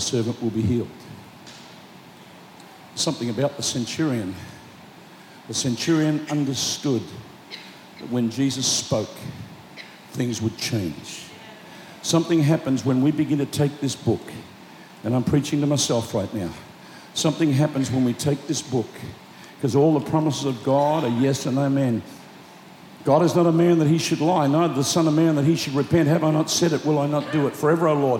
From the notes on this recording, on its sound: Preached Live At Planetshakers Melbourne